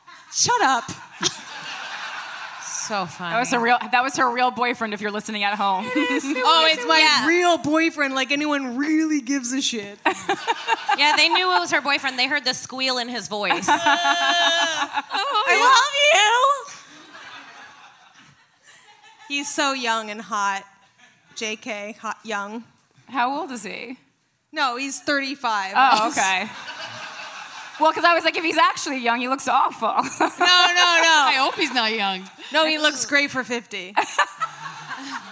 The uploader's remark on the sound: live from Skankfest South in Houston, Texas.